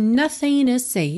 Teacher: Juntou na letra N e omitiu a letra T. Isso acontece com alguma frequência em inglês quando a gente tem uma sequência com as seguintes letras, N, T e uma vogal.